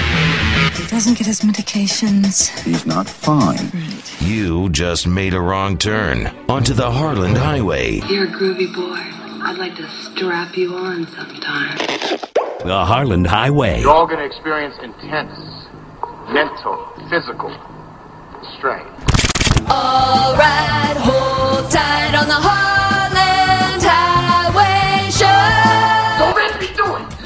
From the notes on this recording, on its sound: Does some live STAND UP about Aliens. Calls in and tries texting while she's driving.